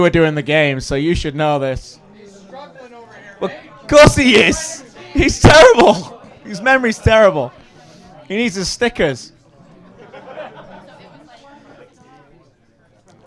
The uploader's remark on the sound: Brings his annual Quiz to the big stage and the Soccer Talk audience plays along.